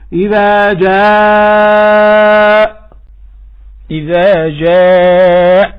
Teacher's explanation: طيب لو أردنا أن نقول بالقلقلة في الهمزة سوف تقول يأ، وكأن الإنسان الذي يقرأ يتهوع وهو صوت مستقبح، فكاره هذا الصوت في قراءة القرآن الكريم، وقالوا نأتي بالهمزة عند الوقف بطريقة لطيفة، يعني نبرة لطيفة لكن لا تصل إلى درجة القلقلة. فنقول مثلا عند الوقف على كلمة جاء، إذا أردنا أن نقف نقول إذا جاء، إذا جاء، تمام.